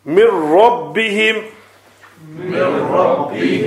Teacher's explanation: Noon completely disappeared. Noon completely submerged, assimilated into Ra. · Term: Idghami Tam